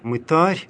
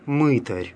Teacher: в церковнославянском языке произносится с ударением на «а» · Shown in: first take · «мытарь», оно в русском языке обычно «мытарь».